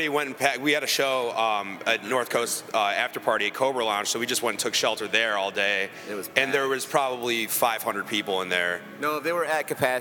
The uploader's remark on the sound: interview recorded at a Choose Chicago live event